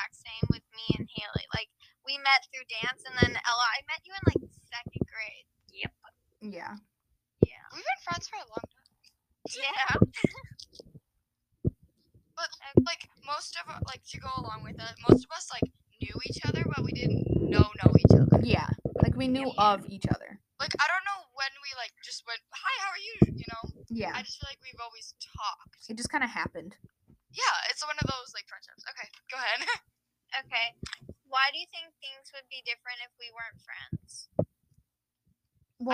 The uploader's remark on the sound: My mic is cutting out periodically so sorry for any bad audio.